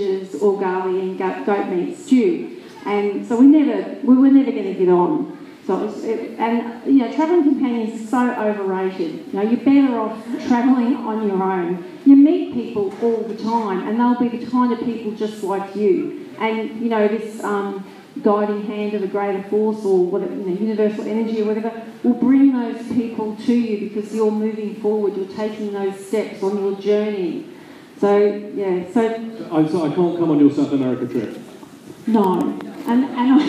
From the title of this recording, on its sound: Ubud Writers and Readers Festival 2016- Last Session